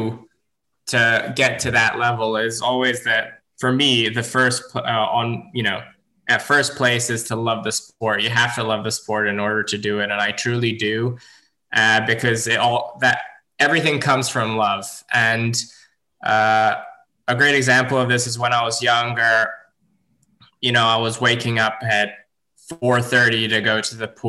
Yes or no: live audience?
no